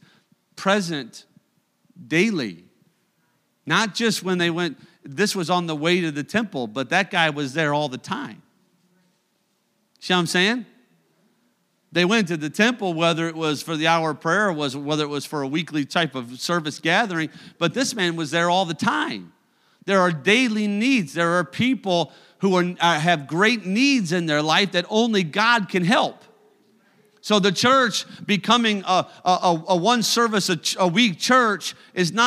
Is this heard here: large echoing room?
yes